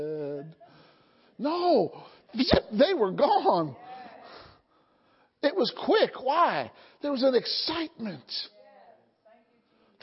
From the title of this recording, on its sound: Sunday Morning Service